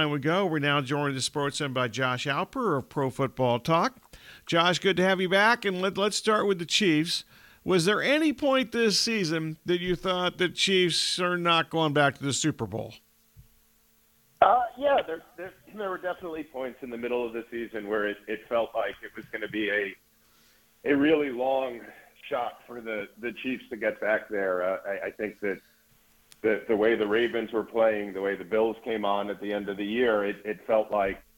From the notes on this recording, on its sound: stopped by on the phone